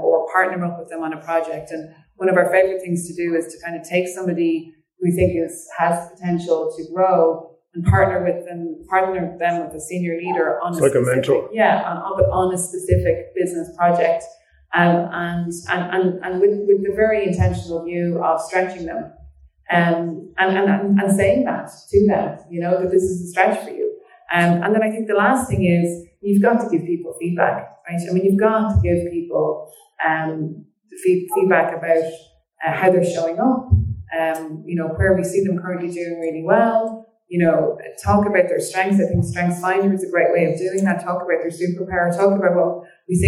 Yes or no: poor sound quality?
yes